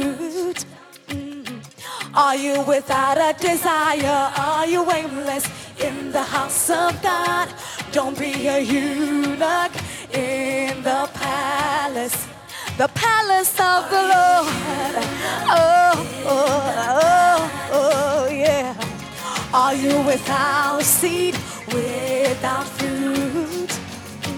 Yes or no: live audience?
yes